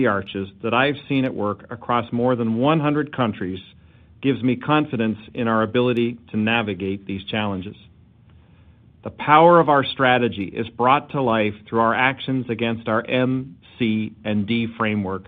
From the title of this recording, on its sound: Earnings Conference Call